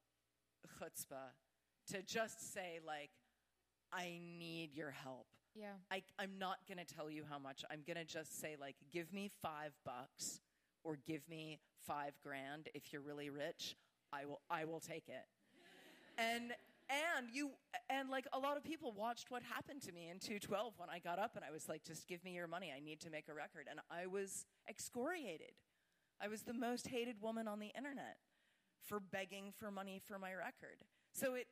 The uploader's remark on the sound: Another live episode of Podcast Noor. Produced and filmed at the Rubin Museum of Art.